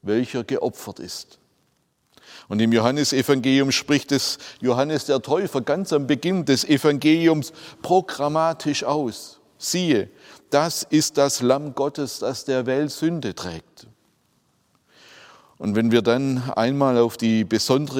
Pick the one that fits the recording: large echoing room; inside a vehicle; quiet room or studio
large echoing room